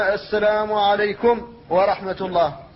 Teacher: يسكتون في هذا الموضع بين الميم والواو